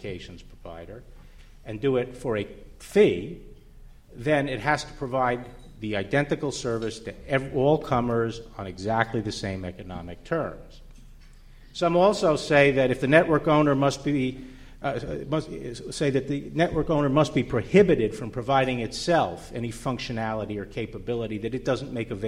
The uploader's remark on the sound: The Federalist Society's Telecommunications Practice Group presented this panel discussion at the 2006 Annual National Lawyers Convention.